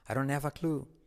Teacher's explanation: La T no se pronuncia, don't. La D como resuave, I don't have.